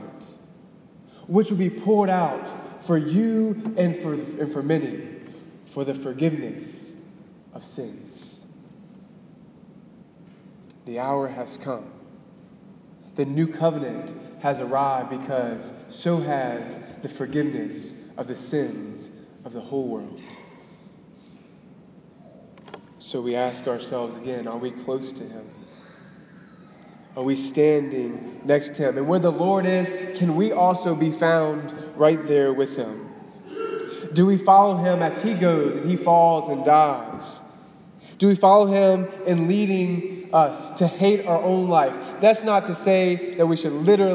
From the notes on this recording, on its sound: Delivered on March 18, 2018 at the Cathedral of the Nativity of the Blessed Virgin Mary in Biloxi, MS.